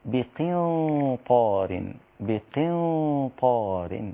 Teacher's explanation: لو كسرت القاف هيتبقى في أدنى مراتب التفخيم